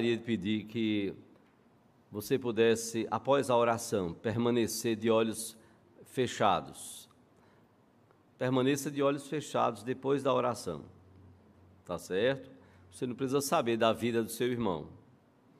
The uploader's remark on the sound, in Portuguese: no culto presencial e transmitido ao vivo